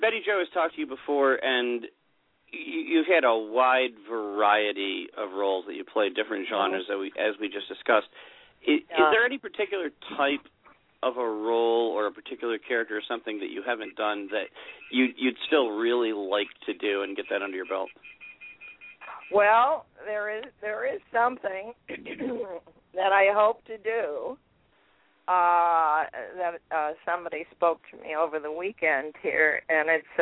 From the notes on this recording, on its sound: Call in to share their reactions.